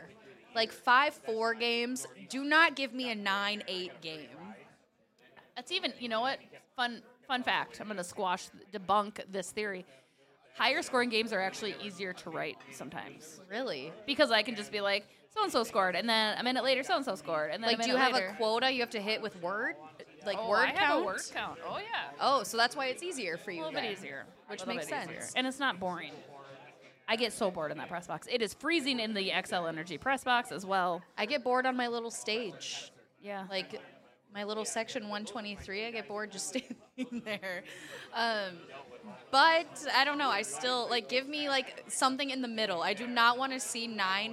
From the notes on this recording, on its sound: LIVE from Racks in Burnsville! We are live from Racks Sports Bar & Grill.